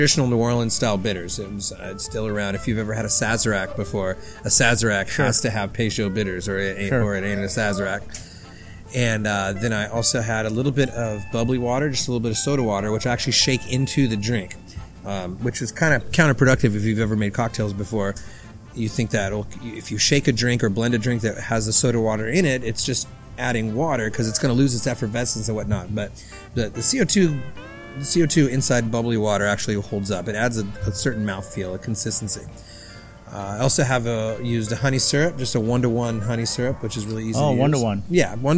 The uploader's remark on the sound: Live at Tiki Kon. We recorded this episode at this year's Tiki Kon event.